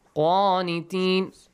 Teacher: You change the natural mad into a longer mad, which is called maddul.